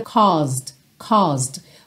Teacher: Essa primeira parte da palavra, essa primeira sílaba, é mais comprida, caused, caused, ok?